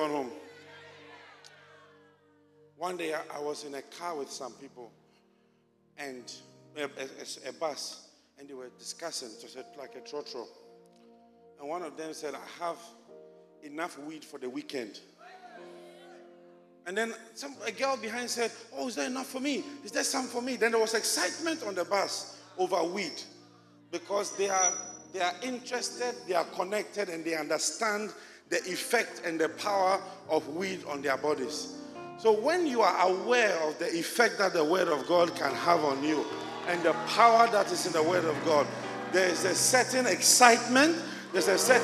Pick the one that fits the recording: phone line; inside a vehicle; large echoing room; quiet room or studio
large echoing room